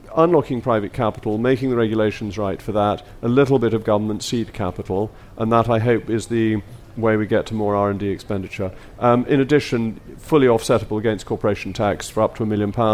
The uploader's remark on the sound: Live from CPC.